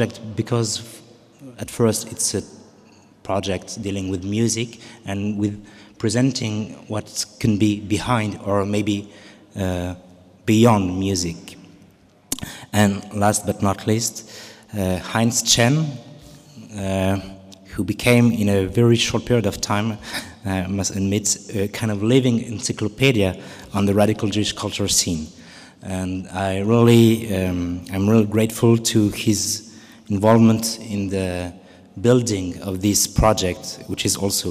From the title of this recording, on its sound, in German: Mitschnitt der Eröffnung Ausstellung radical jewish culture in Berlin